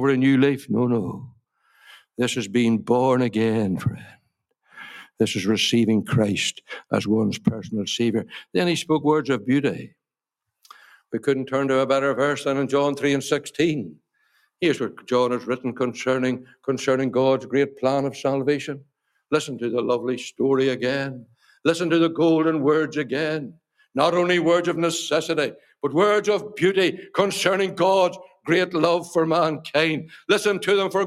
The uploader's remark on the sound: Gospel Audio Recording from Ballyclare Gospel Hall